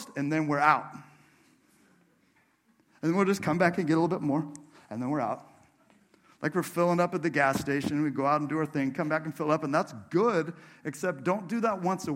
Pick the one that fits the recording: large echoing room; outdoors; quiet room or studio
large echoing room